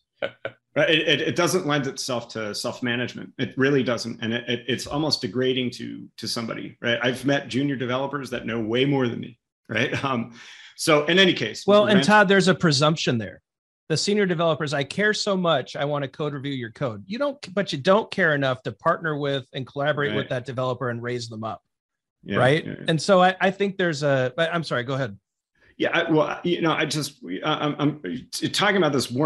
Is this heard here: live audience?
no